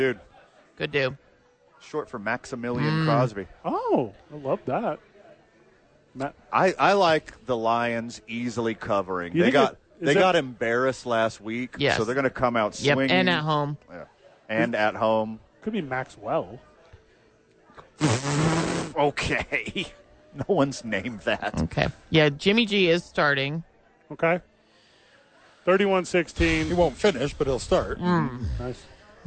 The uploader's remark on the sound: The Bois are live from Howies Sports Page.